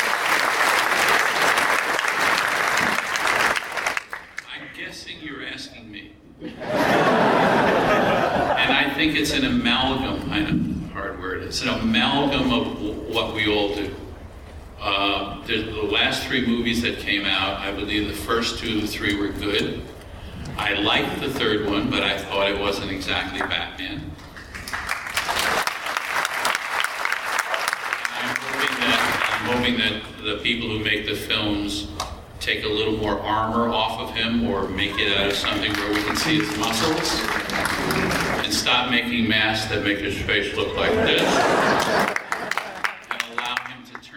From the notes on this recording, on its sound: Batman 75 panel SDCC 2014. Recorded at San Diego Comic Con 2014.